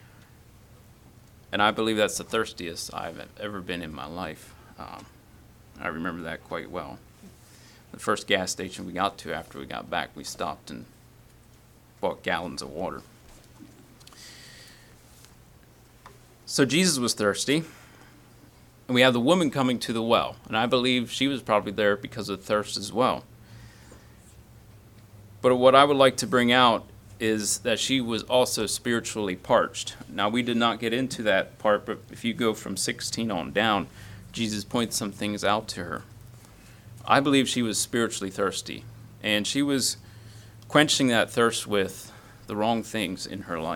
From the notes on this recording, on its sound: Message preached at Word of Hope on Sunday July 30, 2023